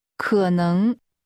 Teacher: The tones are falling, rising, and rising.